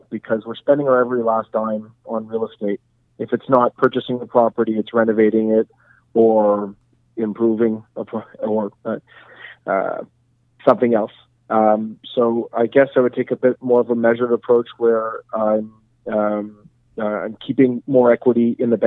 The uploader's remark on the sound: We were on a “long distance” phone call. Who is calling us from his hometown of Montreal.